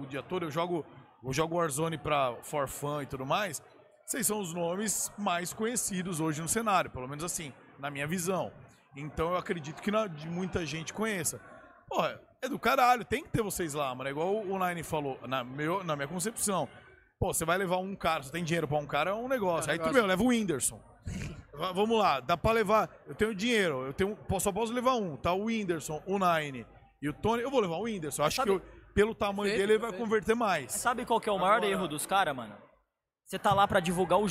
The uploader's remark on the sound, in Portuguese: Respeitável público da BGS 2023. Direto da Brasil Game Show 2023!